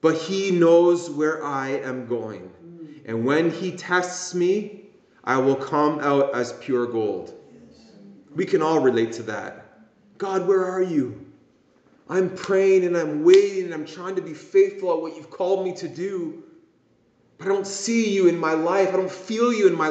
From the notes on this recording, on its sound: This message was preached at Promise Worship Centre International in Kitchener Ontario.